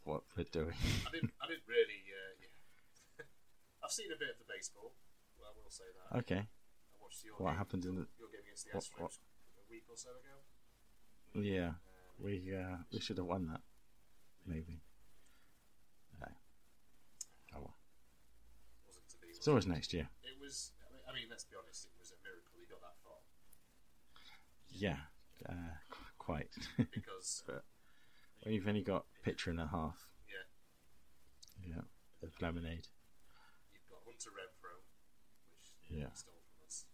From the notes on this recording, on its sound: We must also apologise profusely for the audio quality. It seems that the new fandango PC and the mic are not best friends.